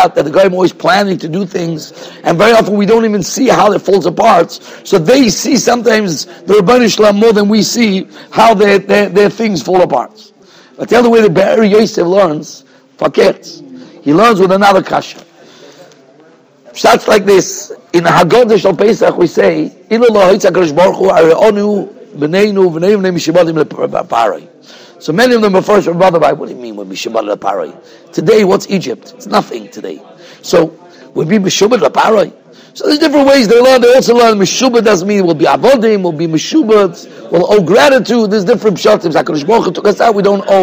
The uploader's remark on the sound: Shiur recorded in Yeshivas Ohr Reuven, Monsey, NY.